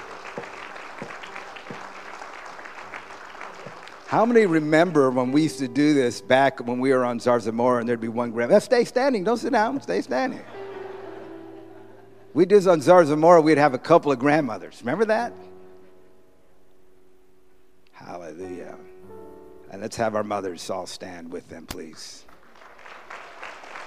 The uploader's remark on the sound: Preached on Mothers Day San Antonio TX 2016